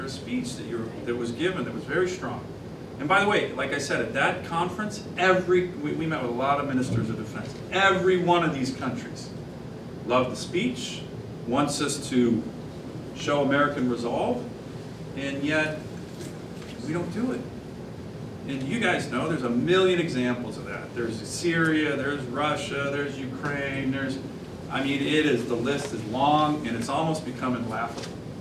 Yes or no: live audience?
yes